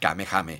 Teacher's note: en japonès es pronunciava clarament l'H aspirada